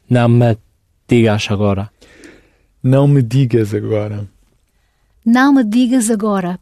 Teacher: the S at the end of digas becomes a z sound when it's followed by another vowel